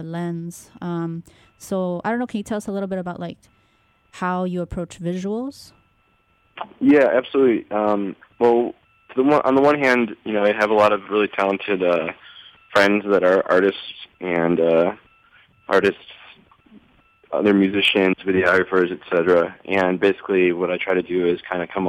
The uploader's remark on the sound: phoned in to Radio One Chicago